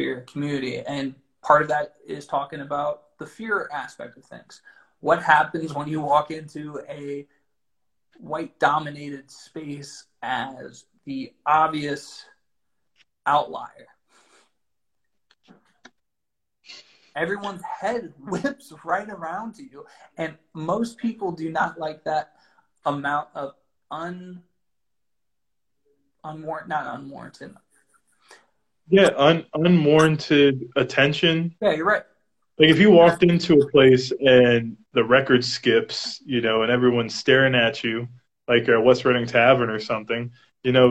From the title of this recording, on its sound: Instagram Live